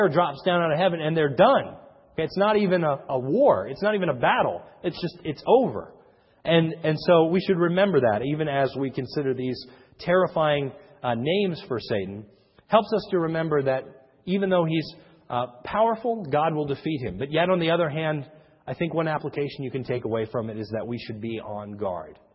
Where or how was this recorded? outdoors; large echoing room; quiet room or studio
large echoing room